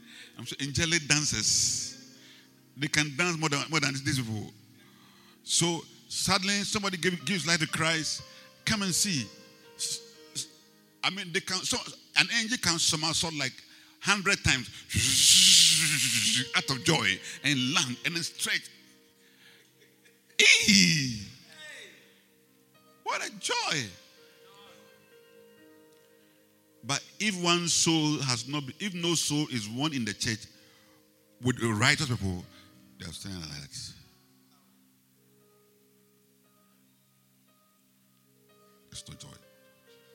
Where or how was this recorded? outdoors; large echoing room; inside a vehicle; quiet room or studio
large echoing room